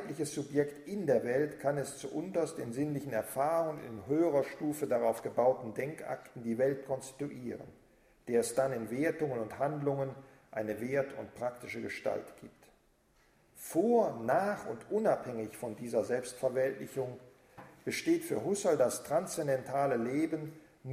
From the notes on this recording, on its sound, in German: Vortrag im Rahmen der Husserl-Arbeitstage 2009